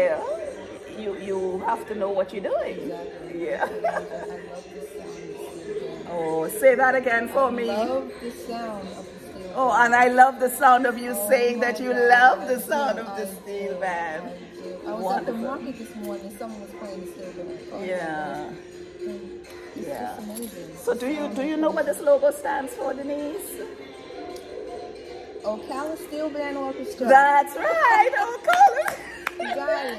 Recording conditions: busy venue